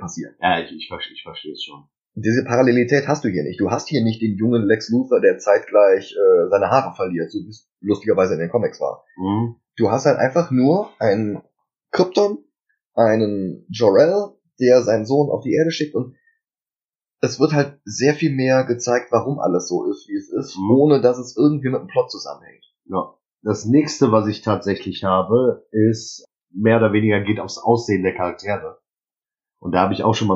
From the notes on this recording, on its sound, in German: Für die erste Pilotfolge haben wir leider fürchterliche Soundqualität, die wir auch mit allen FIltern nicht verbessern konnten.